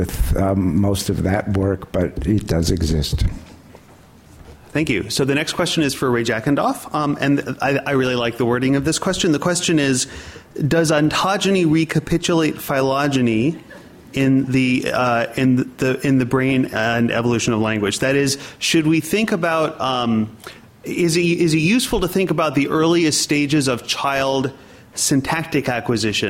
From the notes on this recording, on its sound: In this program, the speakers field questions from the audience and the seminar is concluded.